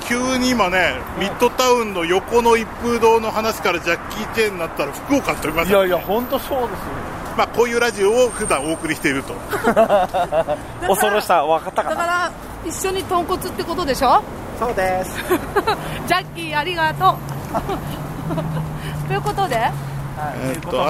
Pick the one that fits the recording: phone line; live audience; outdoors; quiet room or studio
outdoors